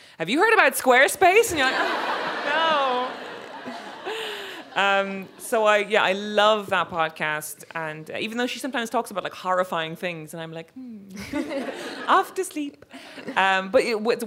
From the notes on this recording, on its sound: This event was recorded on Thursday 12 October 2023 at the Wheeler Centre as part of Spring Fling.